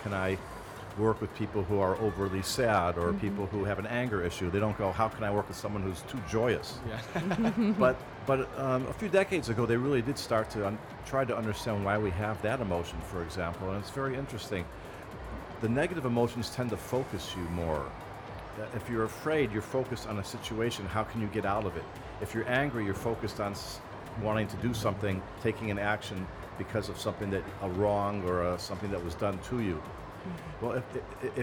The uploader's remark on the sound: Live interview from SIBF 2022